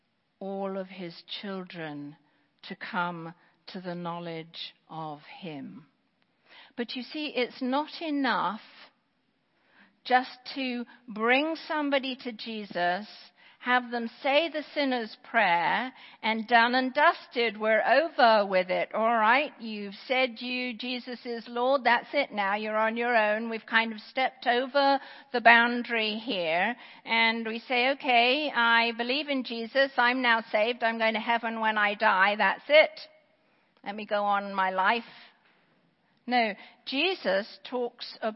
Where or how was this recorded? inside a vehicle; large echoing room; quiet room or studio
large echoing room